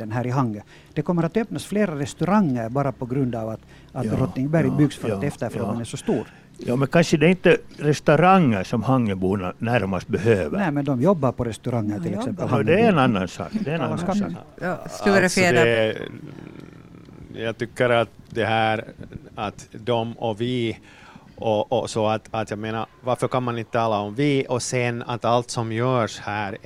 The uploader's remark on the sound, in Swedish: Sändningen sänds live från Östra hamnen i Hangö. Publik är välkommen.